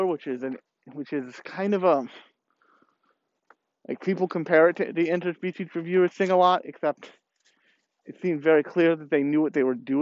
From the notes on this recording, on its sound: Let’s go for a walk and talk